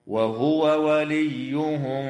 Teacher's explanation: يجب إظهار الواو عند الواو من قوله تعالى وهو وليهم من قبيل المتماثلين الكبير